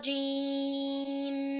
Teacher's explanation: الميم قلنا صفة التوسط يعني جريان بعض الصوت وانحباس البعض